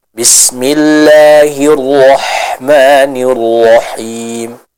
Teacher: Yang baca itu masih tercampur dengan suaranya huruf kha, jadi belum sempurna bacaan huruf ha-nya. Harusnya yang lebih tepat huruf ha ini dibaca dengan suara yang bersih ya, tidak ada suara seperti huruf kha-nya.